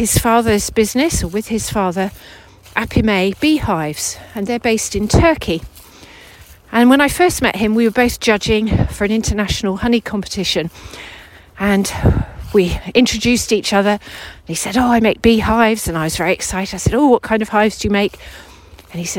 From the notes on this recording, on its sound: This episode was recorded during a walk around Westonbirt Arboretum in Gloscestershire.